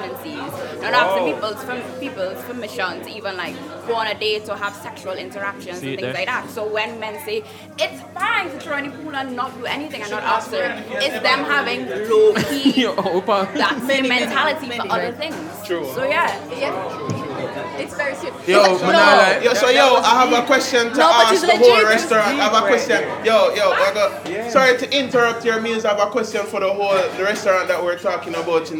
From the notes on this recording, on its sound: Season 4 Premiere LIVE! For our first time we're live at Marianna's Kitchen.